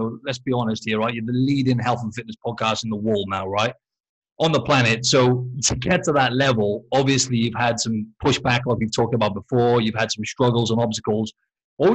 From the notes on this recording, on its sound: This episode was a live webinar